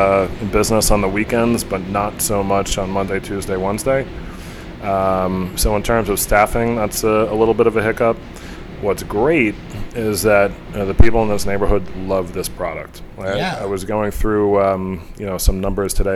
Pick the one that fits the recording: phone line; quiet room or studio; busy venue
busy venue